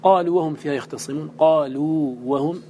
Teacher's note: الواو في قالوا ساكنة لكنها مسبوقة بمجانسها والضمة، فكانت حرف مد ولين، الأولى حرف لين فقط وهذه حرف مد ولين، بينهما فرق.